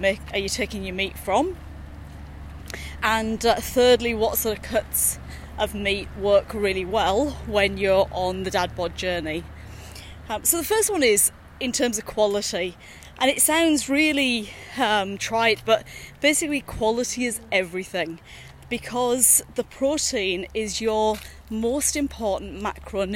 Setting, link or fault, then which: setting, outdoors